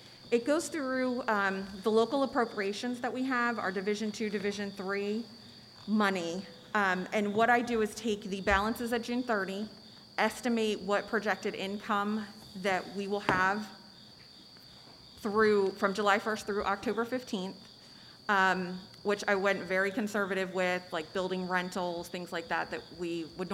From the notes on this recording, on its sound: An audio recording of the Indian River Board of Education regular monthly meeting on August 24, 2020.